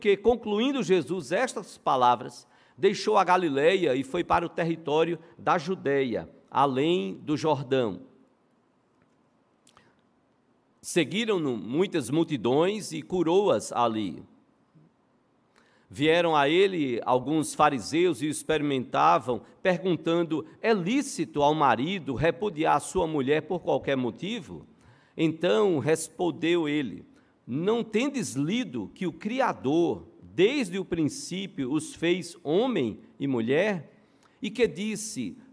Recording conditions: large echoing room